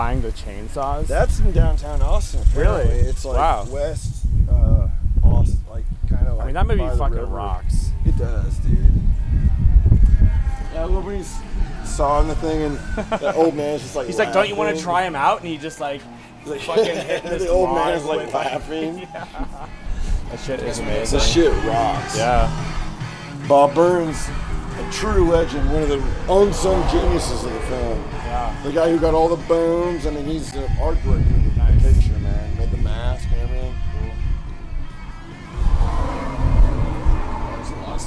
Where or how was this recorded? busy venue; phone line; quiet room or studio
busy venue